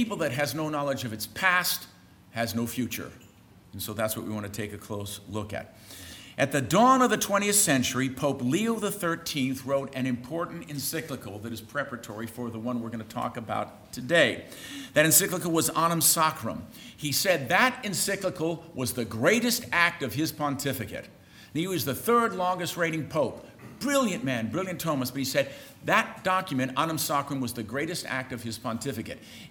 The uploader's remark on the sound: On Saturday, participants were treated to a full day of talks, beginning with a lecture from College President